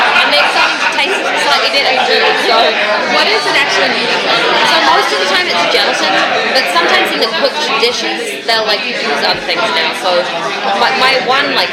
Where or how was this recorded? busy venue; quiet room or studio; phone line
busy venue